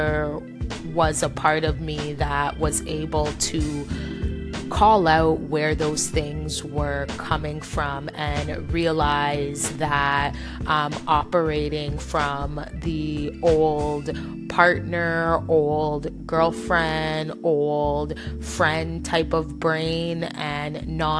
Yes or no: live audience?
no